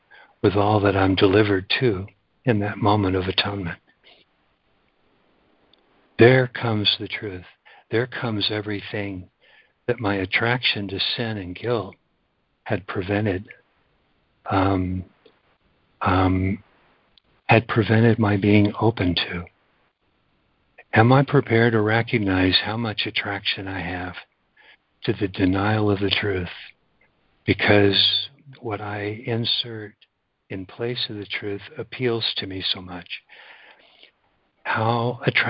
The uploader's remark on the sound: ACIM Daily Conference Call